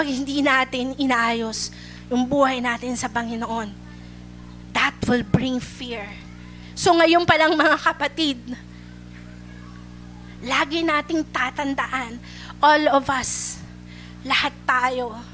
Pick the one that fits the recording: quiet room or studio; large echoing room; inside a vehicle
large echoing room